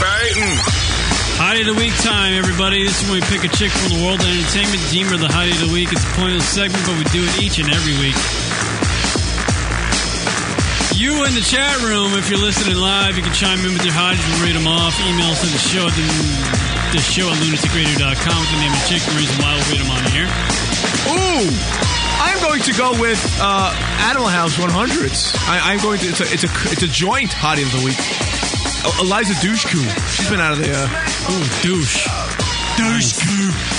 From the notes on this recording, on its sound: Open phone lines, Drunk Calls.